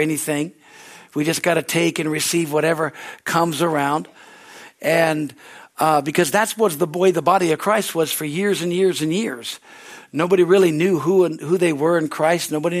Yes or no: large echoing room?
yes